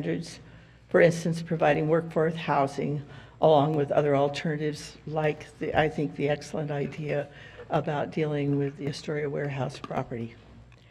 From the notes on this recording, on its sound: Live recording of the Astoria Planning Commission meeting. Slight tech difficulties at the start of the recording meant that the initial and customary roll call of commissioners was not recorded.